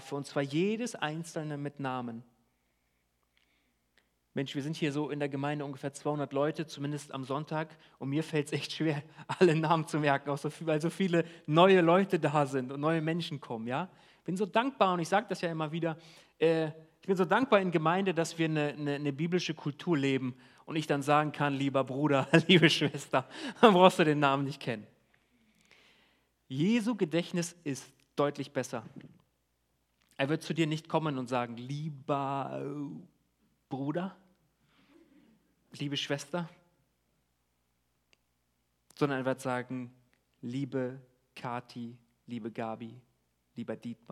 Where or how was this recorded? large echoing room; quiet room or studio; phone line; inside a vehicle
large echoing room